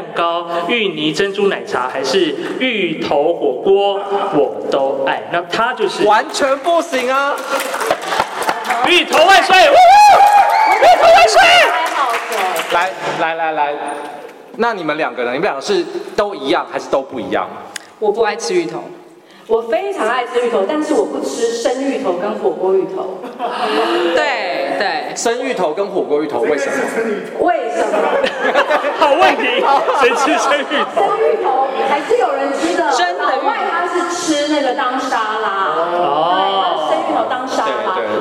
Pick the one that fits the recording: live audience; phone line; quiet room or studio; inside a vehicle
live audience